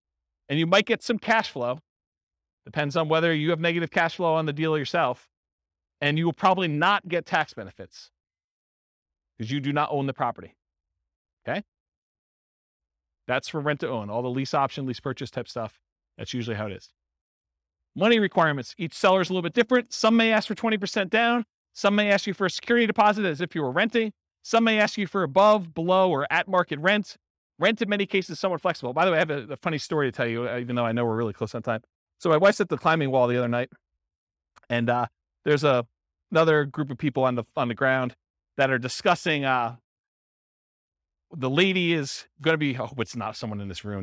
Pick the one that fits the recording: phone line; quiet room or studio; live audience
live audience